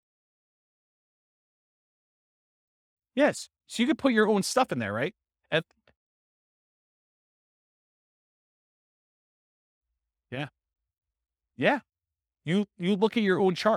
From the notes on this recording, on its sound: This was a live class recorded